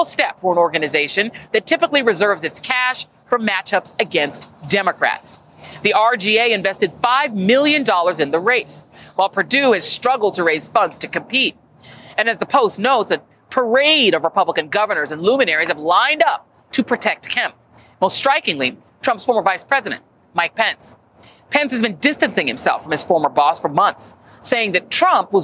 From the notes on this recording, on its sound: Live from Liberty Plaza in Atlanta near the Georgia State Capitol on the eve of Georgia's primary election.